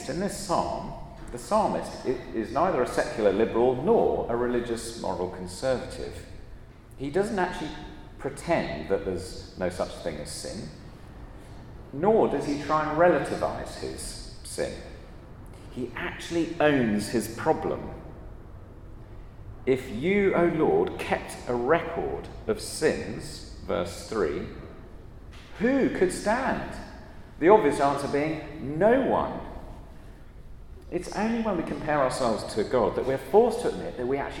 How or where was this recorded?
large echoing room